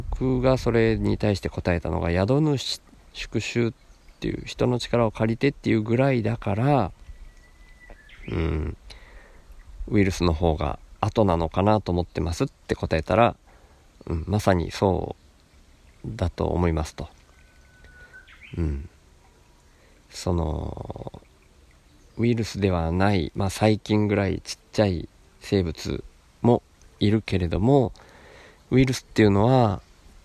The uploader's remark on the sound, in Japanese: 何か、録音する予定っじゃなかったんだけど、川の脇で急に録りたくなって、そのまま腰かけて録音